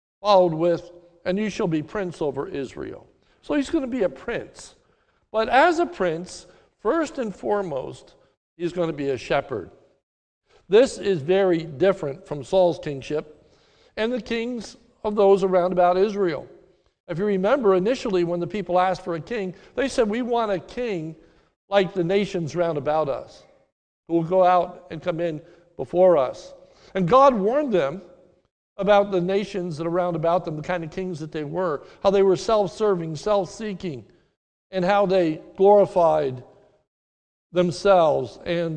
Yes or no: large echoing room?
yes